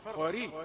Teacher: كلمة قريب قاف مفخمة راء رقيقة على طول